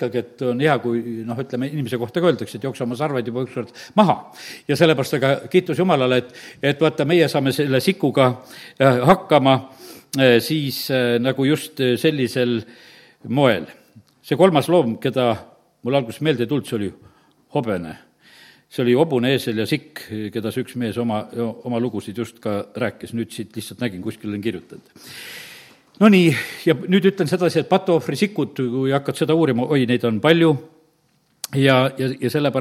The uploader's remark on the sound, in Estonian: Audio salvestus koosolekult